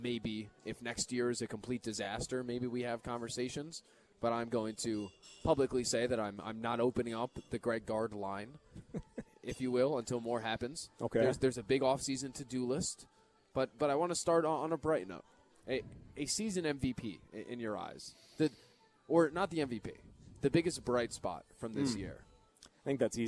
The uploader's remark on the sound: live at Monk's in Sun Prairie